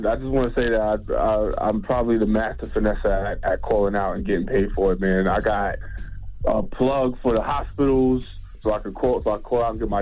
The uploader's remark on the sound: Today on the show we opened up the phone lines